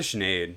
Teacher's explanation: the S alone is making a sh sound